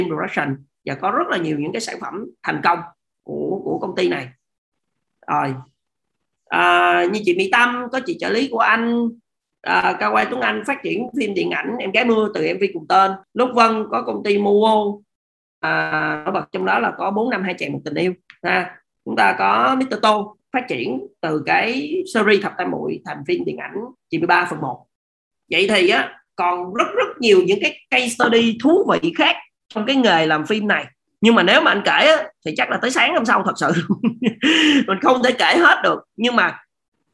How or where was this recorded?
video call